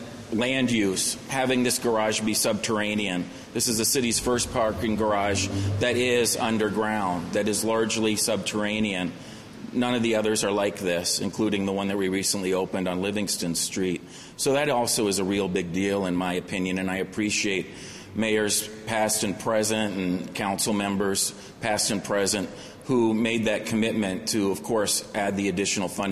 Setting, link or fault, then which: setting, busy venue